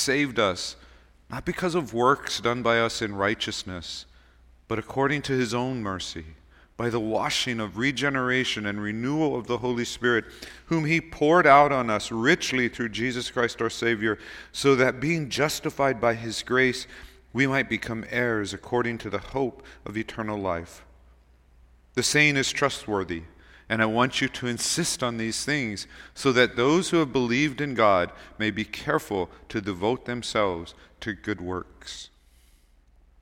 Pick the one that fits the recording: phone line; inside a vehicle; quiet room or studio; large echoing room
large echoing room